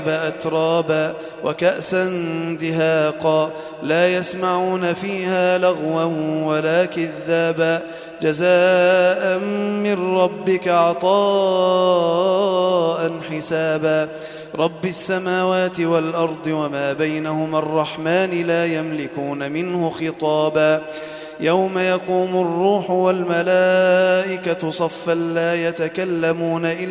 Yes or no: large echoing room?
yes